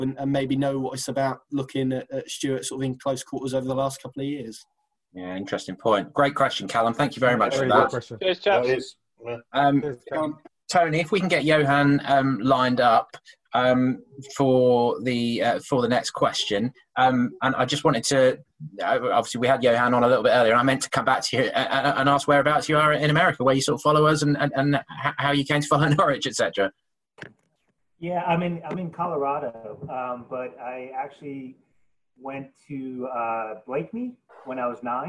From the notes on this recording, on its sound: host the Pink Un Live online event